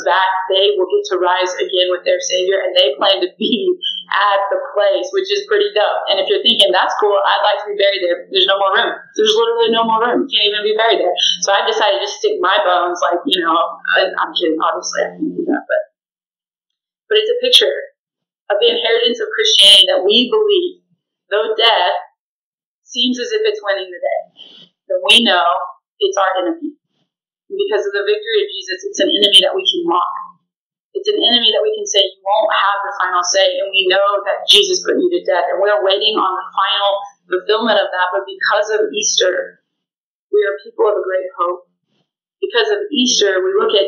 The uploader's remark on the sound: Sorry for the poor audio quality!